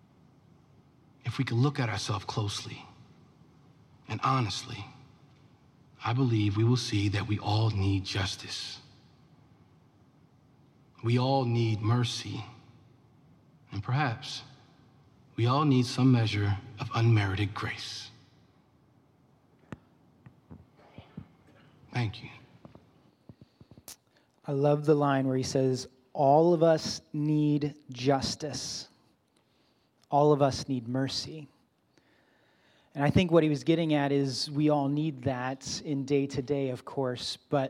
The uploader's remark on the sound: Grace Church Barberton Campus